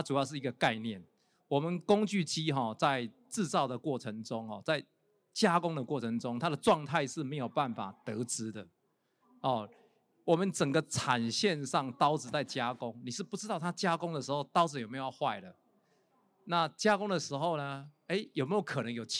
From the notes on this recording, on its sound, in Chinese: 本集節目於2022年「台灣國際智慧製造系統整合展（TIIM）」展期間錄製